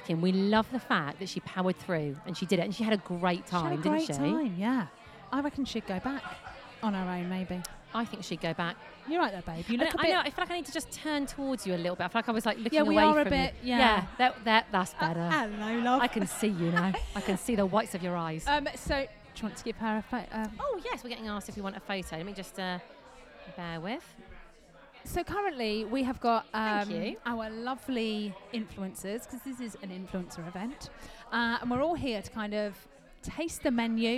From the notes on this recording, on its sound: We are live form The Maynard with an audience!